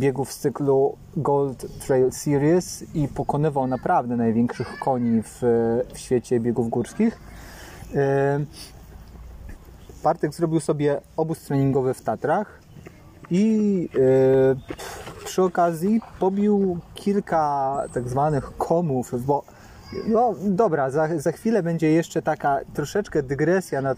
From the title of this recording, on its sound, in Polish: Live z Dziewiczej Góry